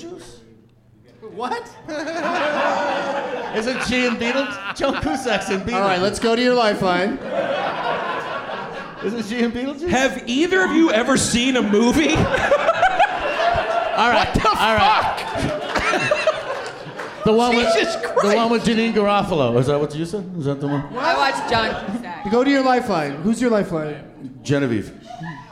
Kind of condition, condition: setting, live audience